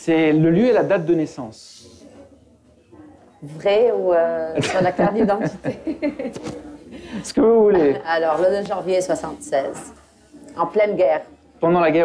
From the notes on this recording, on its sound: Recorded live on February 17, 2020, at L’appartement in Beirut, Lebanon.